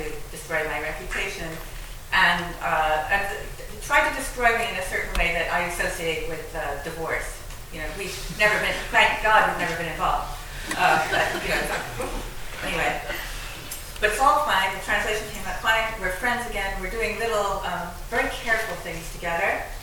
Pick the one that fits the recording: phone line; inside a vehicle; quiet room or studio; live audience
live audience